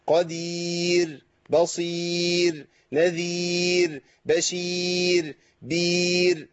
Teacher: كل الرؤات دي مرققه عند الوقف